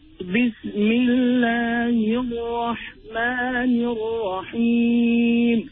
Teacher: the lam of Al will fall away, or the sound thereof will fall away, because of the fact that it is followed by one of the sun letters